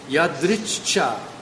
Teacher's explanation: The two C's are actually pronounced, so it's a ch. Almost like a stutter.